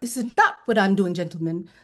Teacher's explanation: She uses a lot of lift of pitch for emphasis, which you can hear in a lot of West Indian dialects. So she says, "This is not what I'm doing, gentlemen." So she has this lift in the middle of sentences to make the point, and then she brings it down at the very end. · So she has this lift in the middle of sentences to make the point, and then she brings it down at the very end. And there's a lot of staccato rhythms in between those times where she lifts that pitch.